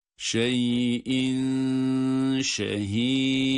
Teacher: Dal harfi de ince ve kalkale ile okuyoruz.